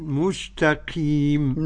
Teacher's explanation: نرقق التاء ونظهر التاء من السين